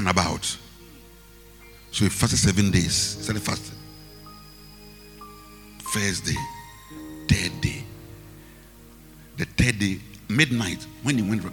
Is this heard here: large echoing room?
yes